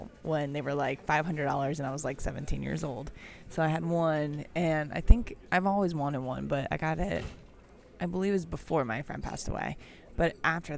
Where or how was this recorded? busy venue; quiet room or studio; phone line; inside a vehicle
busy venue